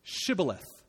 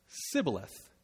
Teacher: The Ephraimites can't pronounce the SH sound. · Shown in: second take · So when they try to, it sounds like Sibboleth, and they know the difference.